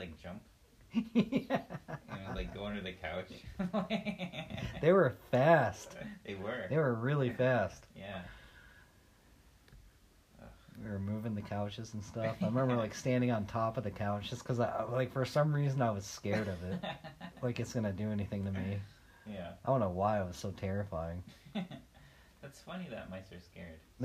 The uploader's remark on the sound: Our 1st in-person podcast! Low/poor audio warning for this episode.